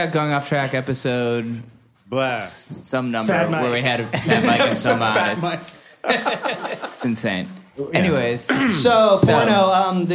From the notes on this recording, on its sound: Live at Union Hall. Hosts for a live podcast taping at Union Hall, Brooklyn.